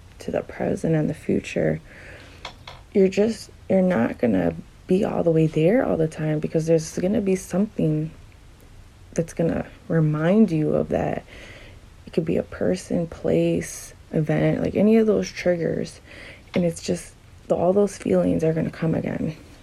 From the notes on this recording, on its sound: Doesn't sound the greatest because I made this on my phone.